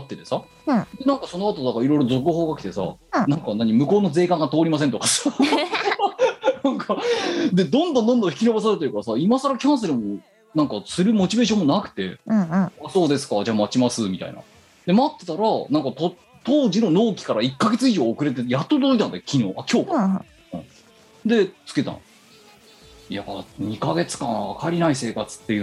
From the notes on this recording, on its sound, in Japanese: 本番組はリモート収録です。収録時環境の影響により、聴き取り辛い部分があります。途中で激しくノイズ等入りますが、収録時のものです。